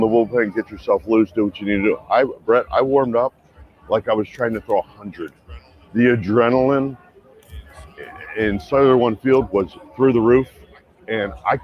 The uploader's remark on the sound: Live From Seattle. Live from the All-Star Game in Seattle.